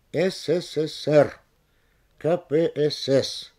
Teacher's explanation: Когда эти понятия даны в аббревиатурах, то есть в сокращениях, ударение должно быть сохранено на последнем слоге.